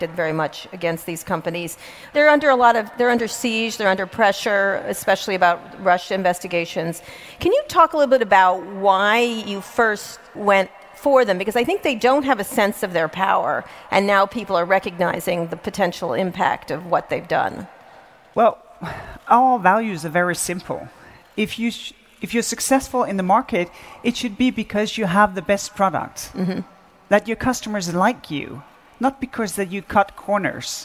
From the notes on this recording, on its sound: in front of a live audience at Web Summit 2017 in Lisbon, Portugal